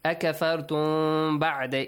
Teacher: Just do not let your lips touch. Say the mim, but not with lips touching. · Term: ikhfa